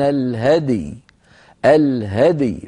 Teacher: فنقلقل الدال وبسرعة ننتقل إلى ياء ساكنة بعدها